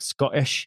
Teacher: Scottish people, we do these like glottal T's where it's like Scottish.